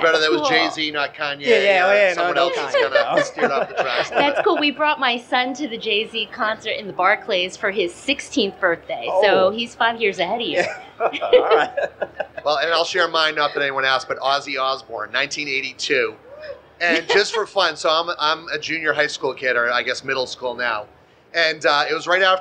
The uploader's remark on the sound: Live from SXSW 2023. This presentation, originally recorded in front of a live audience at SXSW 2023.